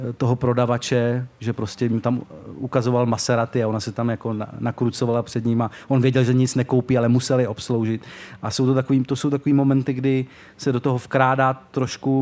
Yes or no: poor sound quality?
no